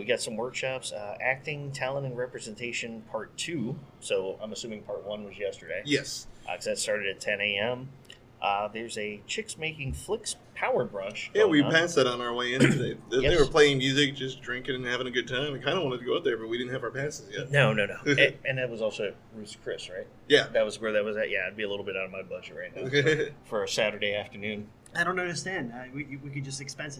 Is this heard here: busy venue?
yes